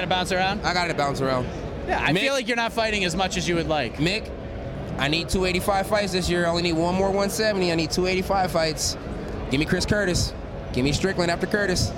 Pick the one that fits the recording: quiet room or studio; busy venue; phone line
busy venue